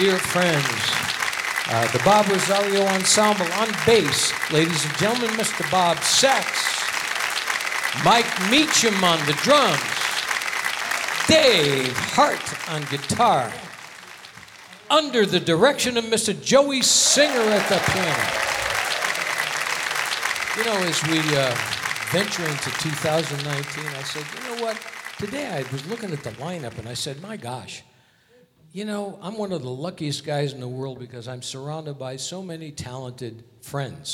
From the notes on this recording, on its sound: Live at the SouthPoint Casino